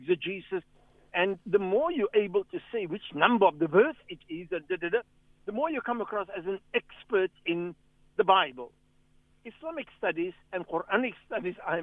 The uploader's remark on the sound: Guest on the phone